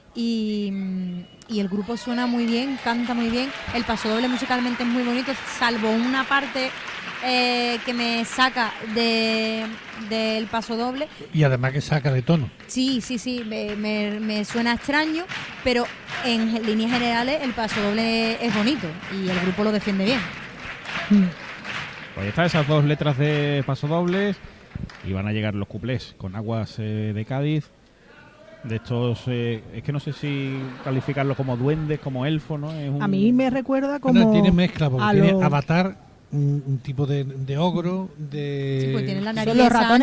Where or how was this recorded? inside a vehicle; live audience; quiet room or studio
live audience